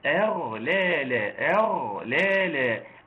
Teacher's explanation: الهمزة مرققة، الغين صحيح مفخمة ولكن اللام مرققة